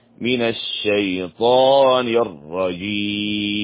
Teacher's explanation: نشد الشين في لفظة الشيطان ونفخم الطاء. من الشيطان الرجيم، الرجيم، في مد في الرجيم إذا وقفنا عليها.